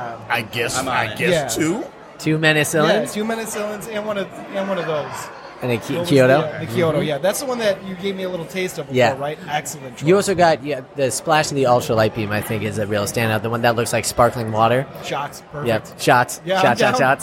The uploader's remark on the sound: LIVE from Fort Street Galley. Special LIVE Episode recorded at Fort Street Galley.